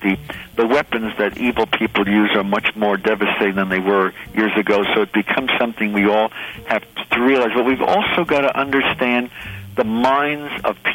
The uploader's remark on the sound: your phone calls